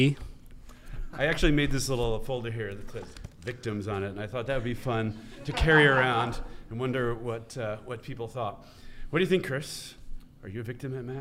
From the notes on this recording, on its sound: On his home turf at Benedictine College. This episode was filmed in front of a live studio audience by the fellows and production staff of Ex Corde.